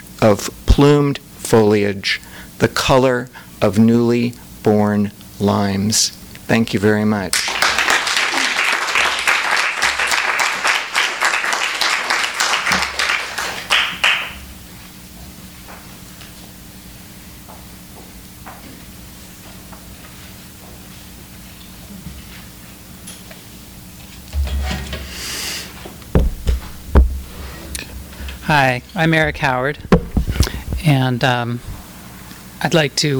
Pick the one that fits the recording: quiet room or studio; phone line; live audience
live audience